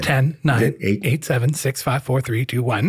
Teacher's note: Your voice went down in pitch, as everyone's does, and you're running out of air. And you put your larynx down.